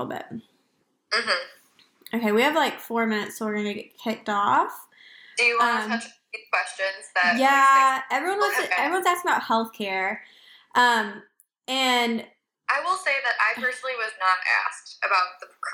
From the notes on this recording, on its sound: We recorded it to be a podcast episode.